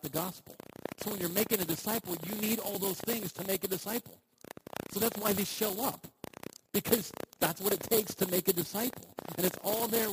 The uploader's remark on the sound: We apologize for the poor audio on this week's talk. Technical difficulties...